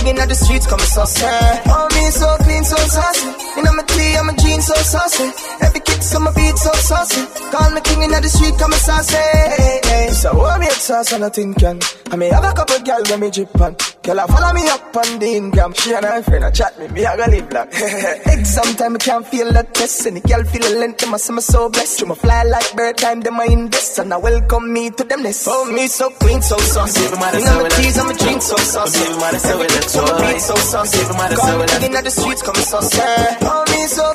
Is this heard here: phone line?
no